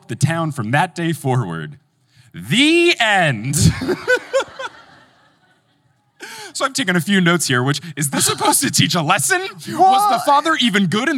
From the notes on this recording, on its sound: live on stage at LeakyCon Boston